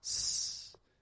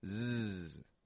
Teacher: But it'll be pronounced with voice. You see, S and Z hold the same position, it's just Z adds voice. Whereas S is voiceless, it's just air.